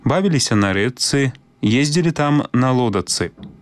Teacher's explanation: Пісьмовае спалучэнне «ч-ц», у якім «ц» абазначае цвёрды гук, вымаўляецца па-беларуску як падоўжаны зацвярдзелы «ц».